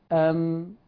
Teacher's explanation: اعتدال الصوت عند النطق بالحرف لعدم كمال انحباسه وعدم كمال جريانه